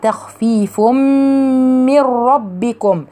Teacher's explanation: تخفيف، تخ، رققي التاء وفخمي الخاء. تخفيف من في تنوين بتاع تخفيف، أضغم في الميم المتحركة